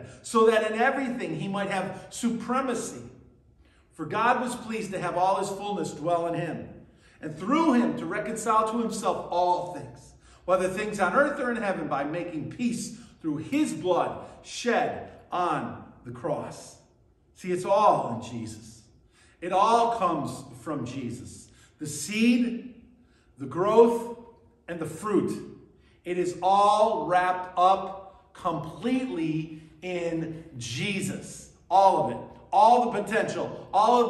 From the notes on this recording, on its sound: at Burlington Christian Church on December 3rd, 2023